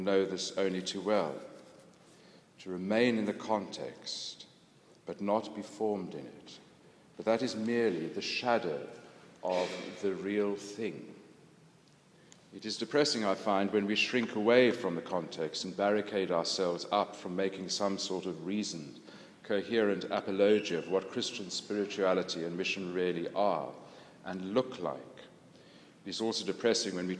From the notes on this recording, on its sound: This was recorded at the London Centre for Spirituality in London and at the Church of St Mary Woolnoth in the City of London in Monday 16th May 2011.